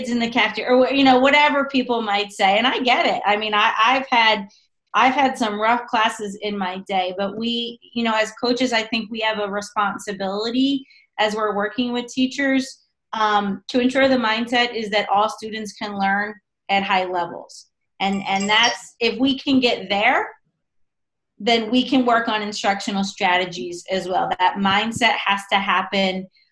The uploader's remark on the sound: On this episode, I Zoom